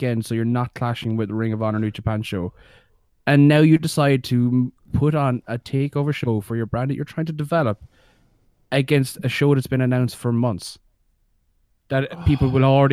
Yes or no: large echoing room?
no